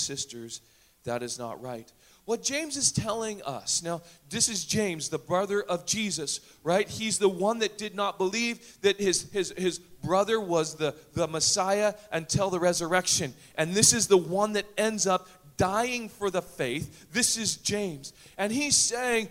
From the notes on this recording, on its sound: Recorded on August 6, 2017 at THRIVE Church Summer Retreat Surrey, Canada